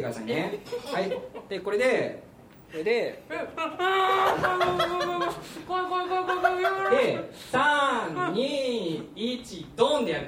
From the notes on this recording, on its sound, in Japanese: 行われた公開収録の模様をお届けします！当日ご来場いただいたお客様にアンケートをお配りし。